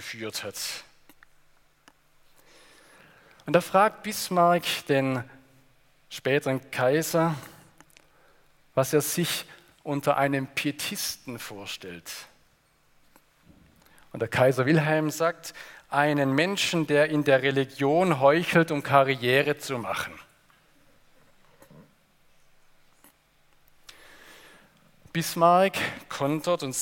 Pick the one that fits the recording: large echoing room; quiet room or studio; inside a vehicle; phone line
large echoing room